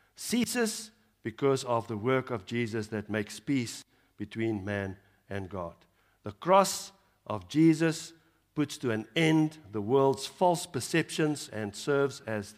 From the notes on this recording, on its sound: Evening Worship Service